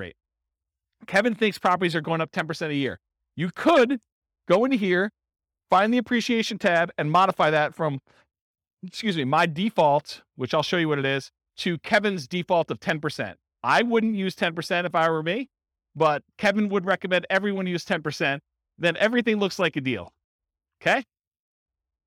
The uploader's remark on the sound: This was a live class recorded for buy and hold real estate investors.